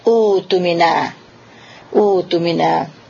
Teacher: Kedua fase daripada itu ialah hamzah yang mati ini harus kita ganti dia dengan huruf mad yang dinamakan di sini adalah mad badal atau syabih bil badal. Kita akan baca kita akan ganti dia dengan waw karena hamzah yang sebelumnya berbaris depan.